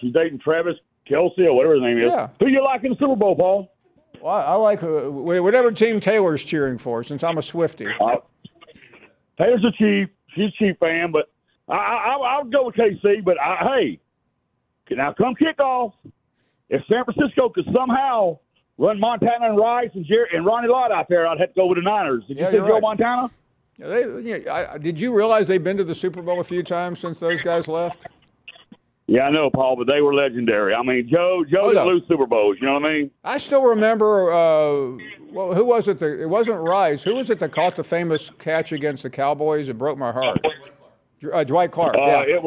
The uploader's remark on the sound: we continue taking your phone calls.